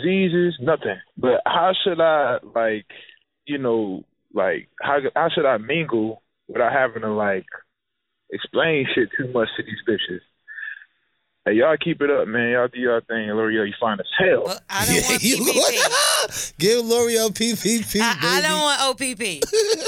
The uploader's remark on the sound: They took it to the phone lines to see if the listeners were team beast or team bully.